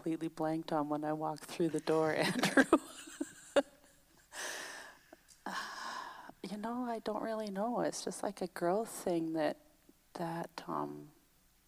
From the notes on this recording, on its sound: Previously recorded on August 8, 2021 during the pre-service chat portion of our Sunday service.